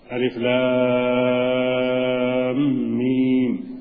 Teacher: لام هي التي تمد أربع حركات أو ست، أما ميم فتمد حركتين فقط